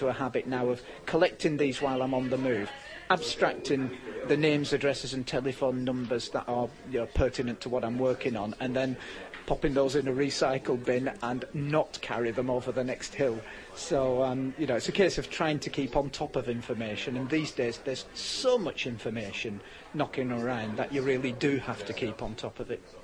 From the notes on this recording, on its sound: At this year’s Outdoors Show